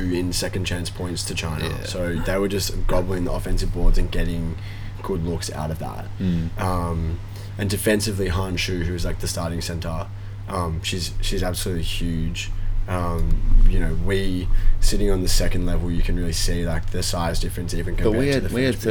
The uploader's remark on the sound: Recording live from a noisy hostel in Sydney